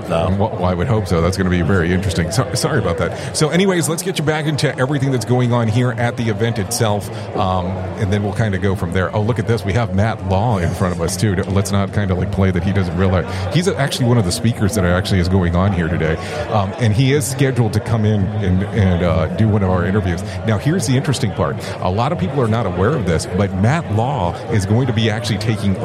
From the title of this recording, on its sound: Live from ACFS Safety Day 2023